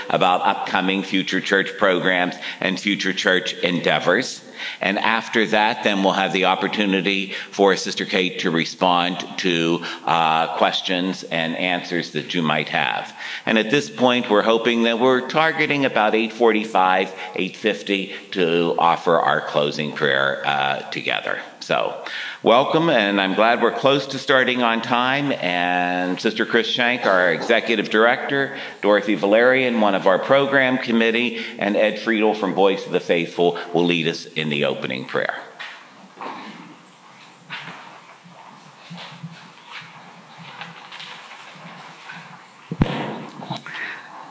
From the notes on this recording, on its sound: This lecture was recorded on May 17, 2007 at a FutureChurch program in Cleveland, Ohio.